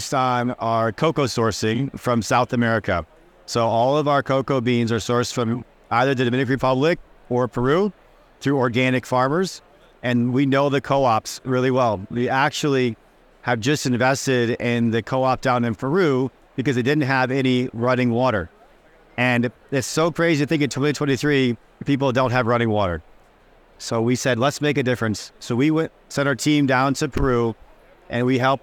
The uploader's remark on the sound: recorded on the Expo East trade show floor